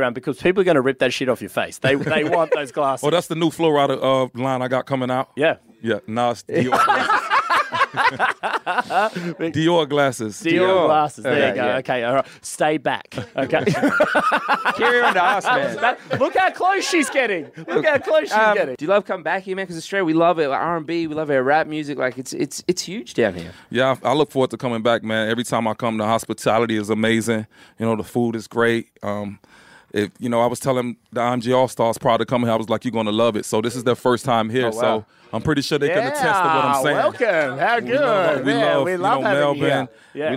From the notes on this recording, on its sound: The boys are live from Fridayz Live in Melbourne!